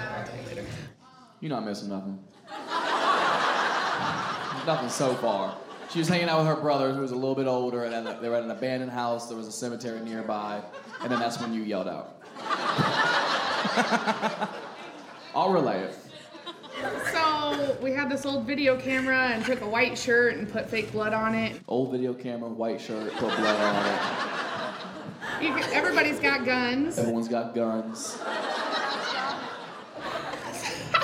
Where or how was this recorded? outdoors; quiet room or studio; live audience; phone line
live audience